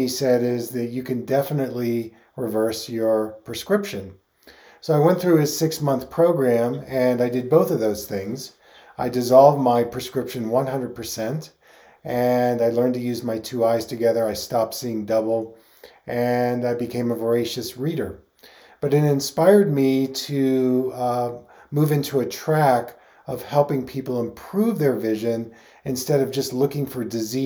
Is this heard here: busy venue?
no